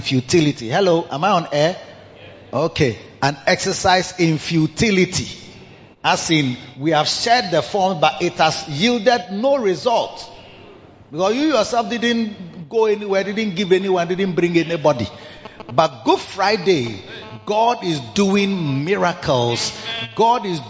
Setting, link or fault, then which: setting, large echoing room